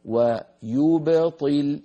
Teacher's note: يو الياء مضمومة، ب الباء ساكنة مقلقلة، طي مكسورة. إذن حرف الباء الساكن المقلقل قبله ضمة يو وبعده كسرة طي، يبطل.